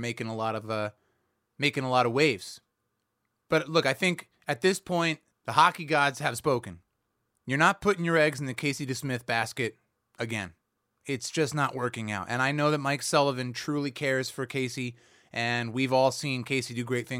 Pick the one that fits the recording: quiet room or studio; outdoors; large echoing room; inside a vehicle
quiet room or studio